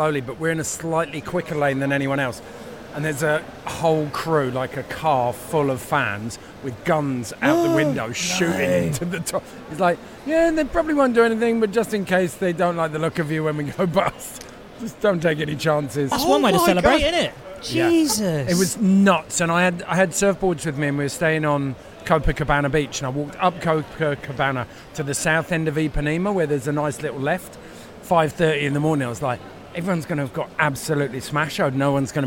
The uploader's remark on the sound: LIVE at the Snow Show